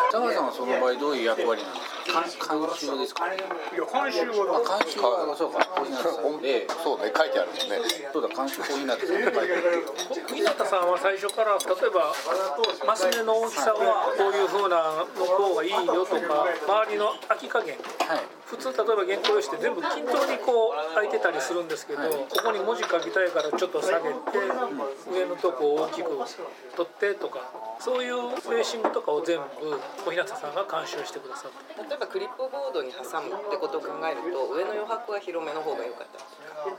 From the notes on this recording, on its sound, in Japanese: バルで収録したため結構ガヤガヤしてます。